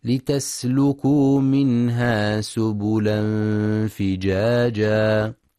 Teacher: ينتبه القارئ في كلمة لتسلكوا لضم اللام، فلا يقرأ بكسرها لتسلكوا.